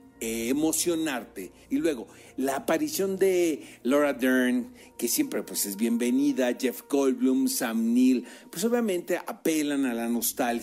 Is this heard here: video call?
no